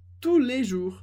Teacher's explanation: a gente não pronuncia o S, mas a gente escreve com S